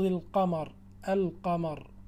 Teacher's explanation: اللام الأولى التي يجب إظهارها تسمى قمرية، وذلك لظهورها عند النطق بلفظ القمر